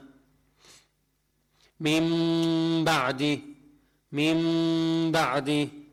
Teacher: تقلب النون ميما من غير إدغام ولا تشديد وتبقى الغنة · Term: الإقلاب